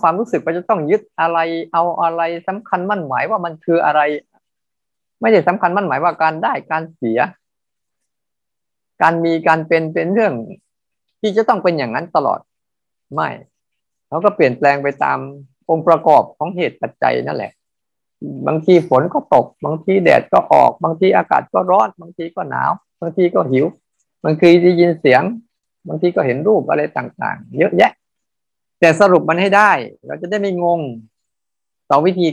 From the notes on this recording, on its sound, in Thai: เป็น 1 ใน 3 คอร์สออนไลน์ (ผ่านโปรแกรม Zoom)